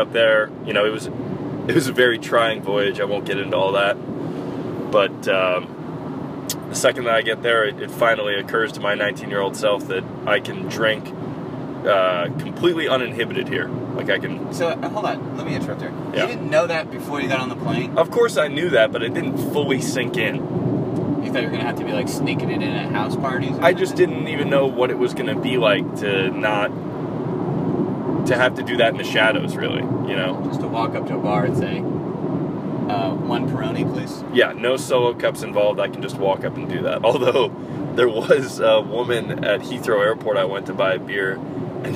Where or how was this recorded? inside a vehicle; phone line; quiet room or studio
inside a vehicle